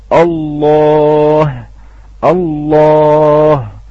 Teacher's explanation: يغلظ ويفخم الهمزة ويفخم أيضا الهاء، وهذا خطأ شائع أيضا